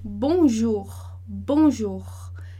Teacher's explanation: a gente já viu que o som do O e do U faz U no francês